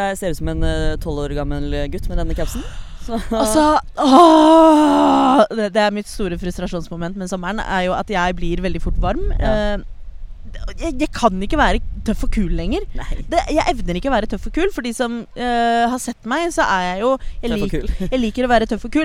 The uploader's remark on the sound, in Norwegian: har tatt med seg lydutstyret ut i Oslosommeren